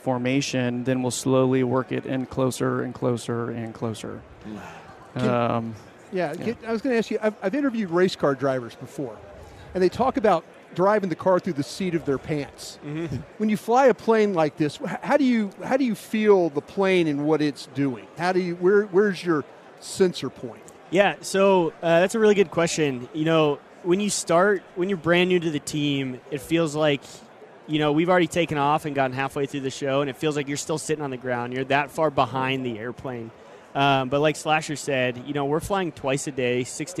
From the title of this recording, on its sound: live from Super Bowl Radio Row